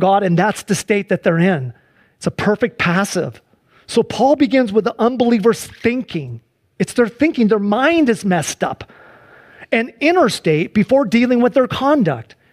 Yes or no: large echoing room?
yes